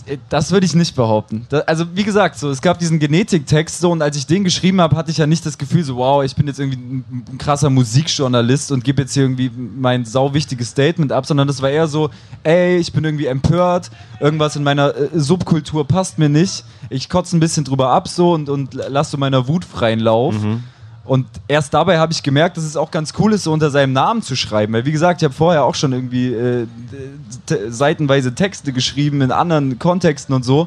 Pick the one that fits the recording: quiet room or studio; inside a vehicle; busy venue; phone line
busy venue